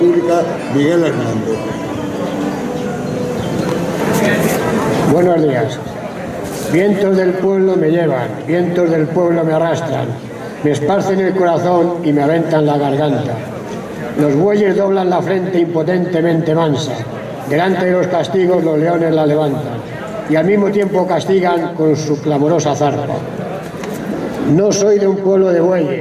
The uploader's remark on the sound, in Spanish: El audio de la ceremonia de entrega de los premios y diplomas. Organizado por la Asamblea por la República de Leganés.